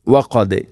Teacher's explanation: ദാലിനെ ശരിക്കും കേൾക്കണം, കൽക്കല ചെയ്യണം